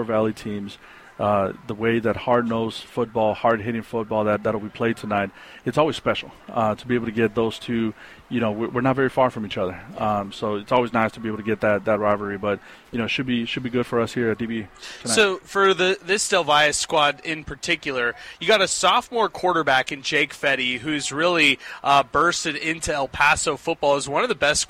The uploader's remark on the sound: Live at Del Valle